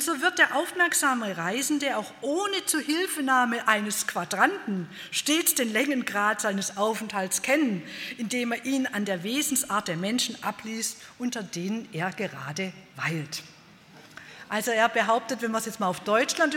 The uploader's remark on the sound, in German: Bei einer Veranstaltung der Liebenzeller Mission.